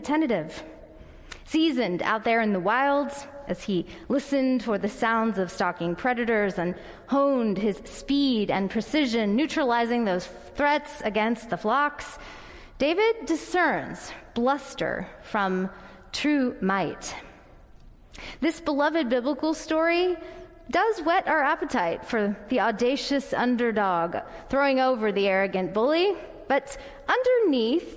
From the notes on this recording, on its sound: Audio recording of the sermon in Ellis Hall